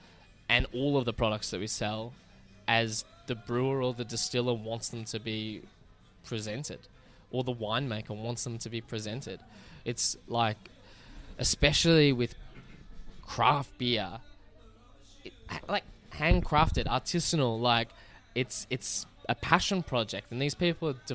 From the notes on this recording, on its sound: The episode was recorded at Mr West in Footscray.